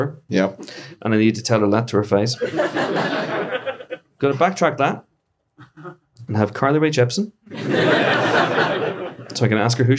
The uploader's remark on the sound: Live from Leeds. It's a very special live episode, recorded on Thursday night at Leeds Trinity University as part of their Journalism & Media Week. To Horsforth in Leeds. In front of an audience of Empire Podcast listeners and media students.